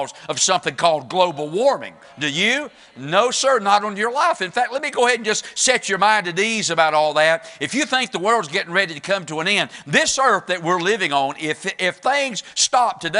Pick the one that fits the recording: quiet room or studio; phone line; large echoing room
large echoing room